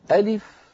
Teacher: همزة مفتوحة، لام مكسورة، فاء ساكنة · Term: لا مد فيه